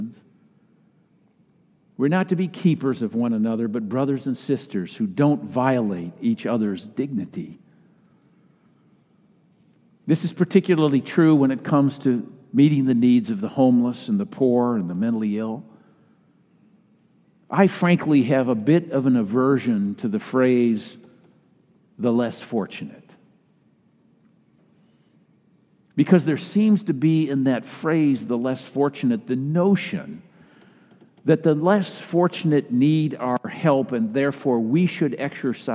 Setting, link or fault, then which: setting, large echoing room